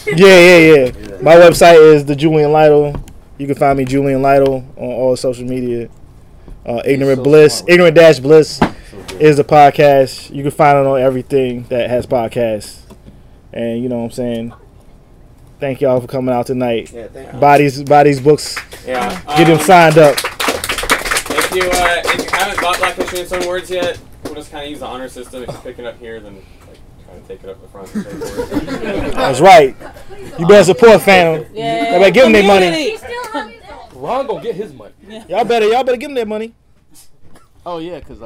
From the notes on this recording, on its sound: At Fantom Comics in Washington DC. Much thanks to Fantom Comics for hosting this panel.